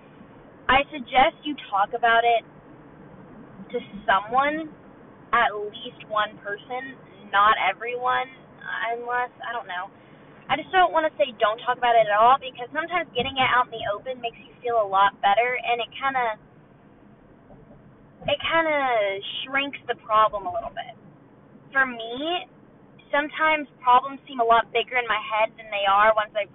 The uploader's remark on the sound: Welcome to the first ever “drive with me” car segment. In this episode you will enjoy the lovely audio that is in my car.